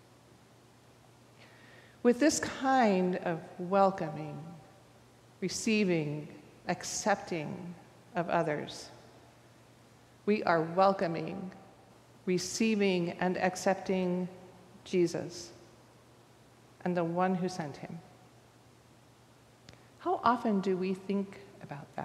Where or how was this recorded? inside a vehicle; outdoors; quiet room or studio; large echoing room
large echoing room